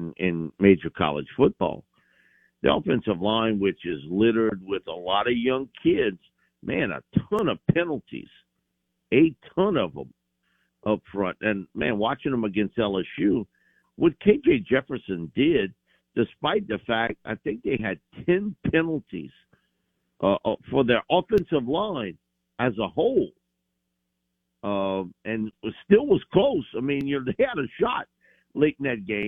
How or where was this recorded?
phone line